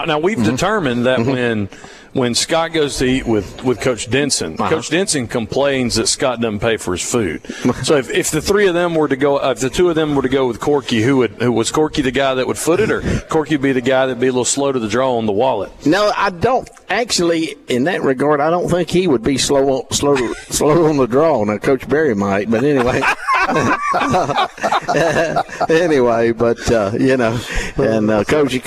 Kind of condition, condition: setting, busy venue